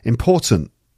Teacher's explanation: Important. Sometimes the T at the end gets cut.